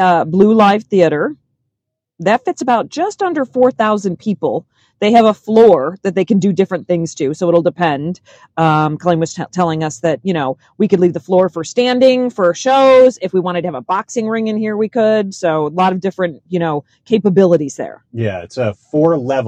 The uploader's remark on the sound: We hopped in our car and recorded this right after our tour, so it was fresh on our mind.